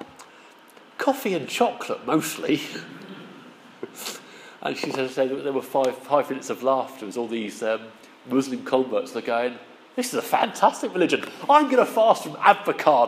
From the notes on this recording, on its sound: Our sermon from the 9am service